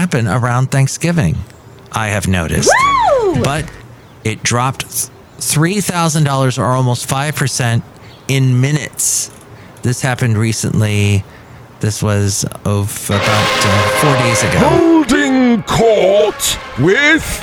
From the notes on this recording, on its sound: podcasts live from Café Anyway